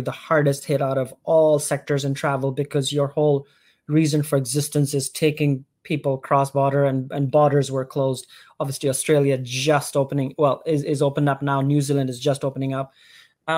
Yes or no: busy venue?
no